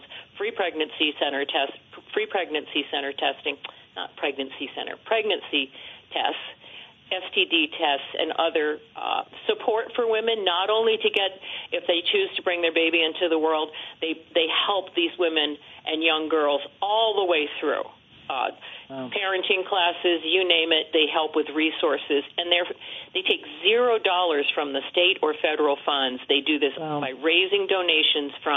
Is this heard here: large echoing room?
no